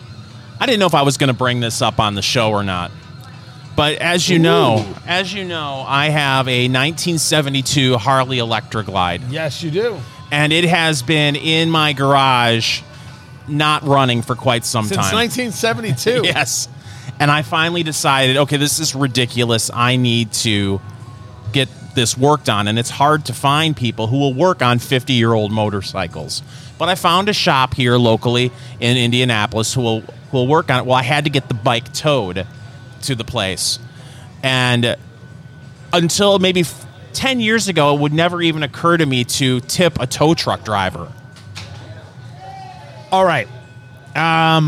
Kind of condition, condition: setting, busy venue